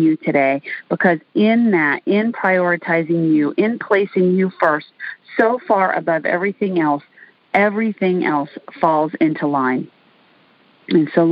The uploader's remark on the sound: Recorded during the "Intercessor's Arise" weekly teaching, prayer and equipping call